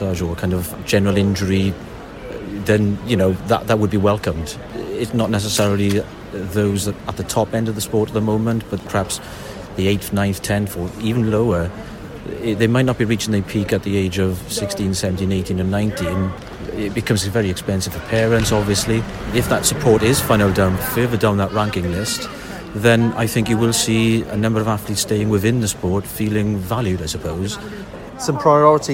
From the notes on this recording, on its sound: Recorded at the Combined Events Indoor Championships in Sheffield